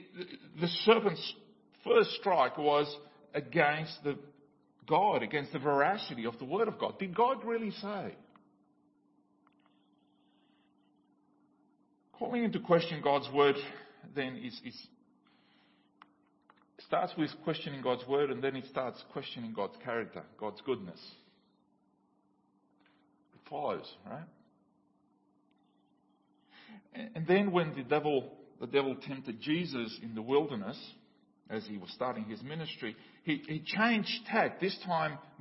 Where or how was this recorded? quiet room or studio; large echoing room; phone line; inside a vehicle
large echoing room